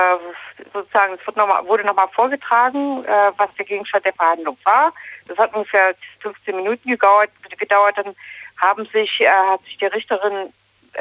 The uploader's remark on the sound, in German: Am Telefon hatten wir